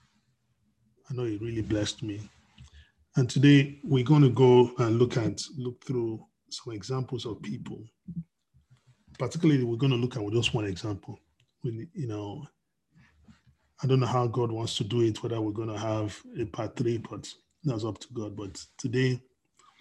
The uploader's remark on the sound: We are on Zoom now.